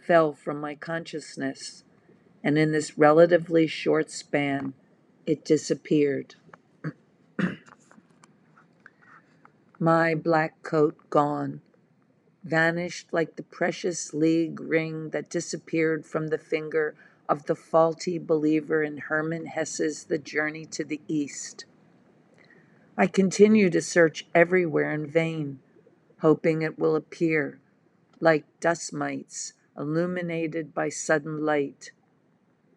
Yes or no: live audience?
no